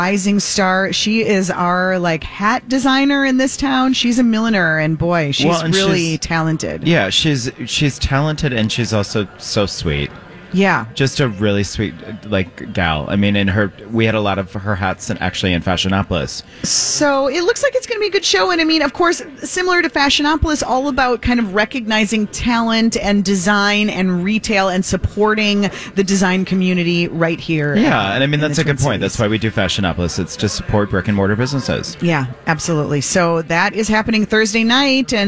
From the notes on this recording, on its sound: Are broadcasting live at Sourthern Lights.